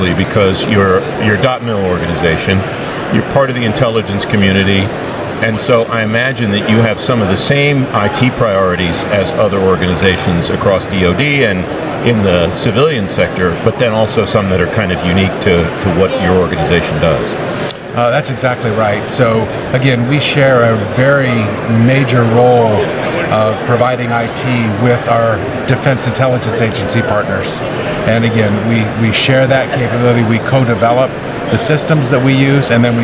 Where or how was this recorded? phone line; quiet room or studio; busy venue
busy venue